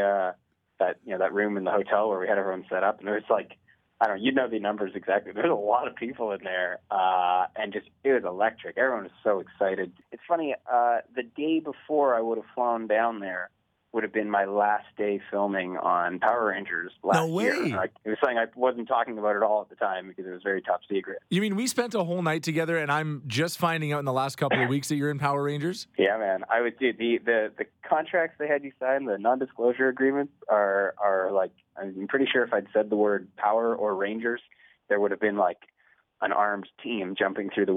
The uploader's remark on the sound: He called in today to chat about it